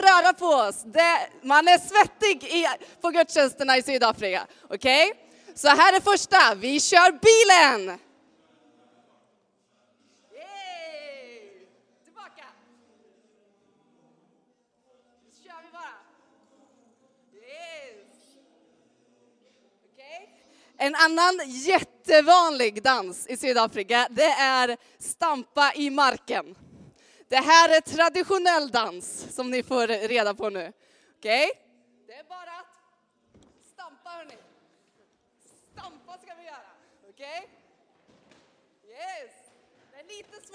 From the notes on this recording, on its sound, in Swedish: Inspelning från Immanuelskyrkan Skövde.